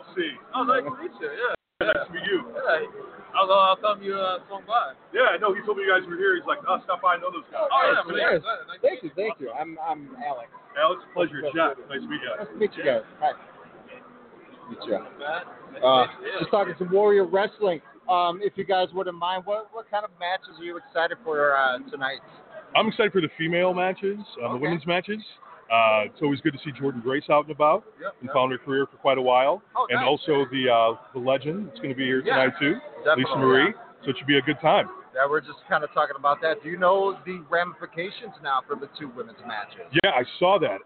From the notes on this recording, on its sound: LIVE at Warrior Wrestling IV. LIVE at Marian Catholic in Chicago Heights, IL.